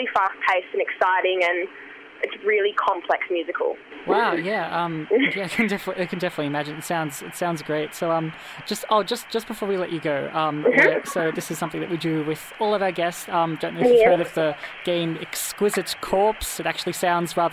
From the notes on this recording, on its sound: The phone audio quality is a bit scratchy. From Federation University.